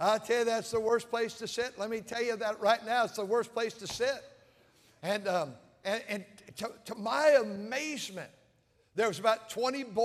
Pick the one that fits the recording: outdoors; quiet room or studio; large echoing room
large echoing room